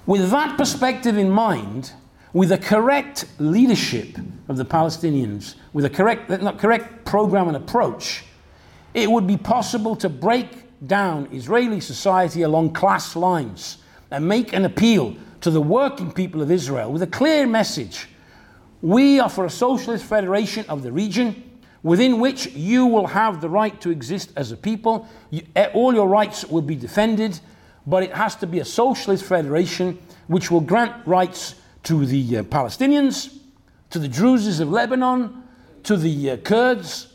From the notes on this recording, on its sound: talk from Revolution Festival 2019